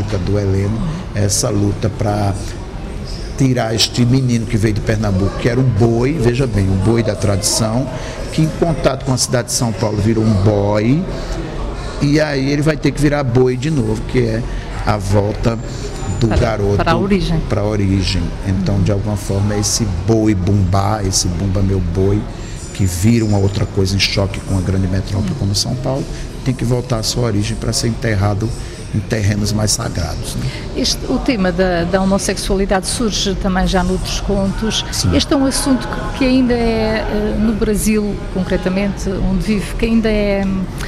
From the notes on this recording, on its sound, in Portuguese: Em direto do Festival Literário da Madeira.